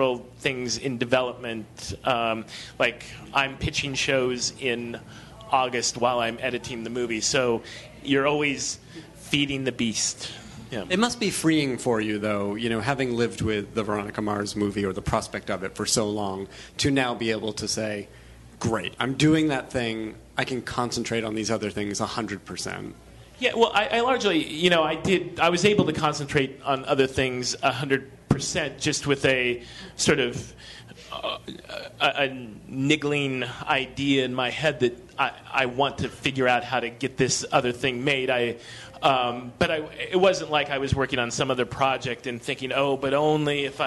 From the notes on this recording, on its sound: Live from ATX Television Festival. Recorded at the Stephen F. Austin Hotel ballroom in Austin, TX.